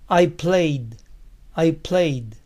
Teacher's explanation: Termina en Y. ED suena D.